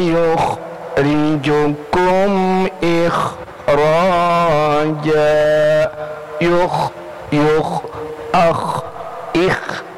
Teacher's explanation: hati-hati kho itu bukan qalqalah. Jadi sekecil apapun jangan dimantulkan. Sesungguhnya huruf kho itu sifatnya rokhawah.